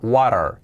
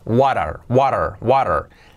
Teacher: La T de what la hacemos con una R suave.